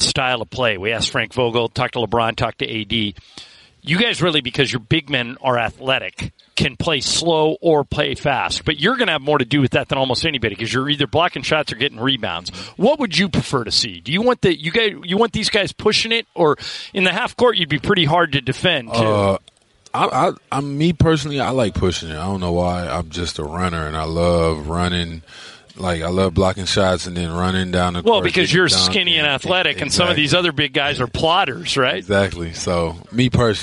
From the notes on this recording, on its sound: Live from Lakers media day!